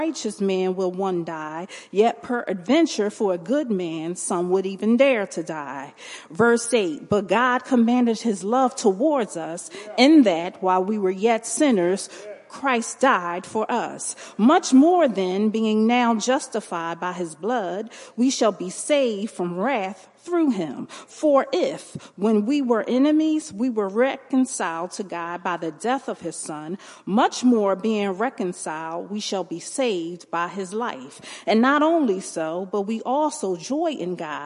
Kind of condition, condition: setting, live audience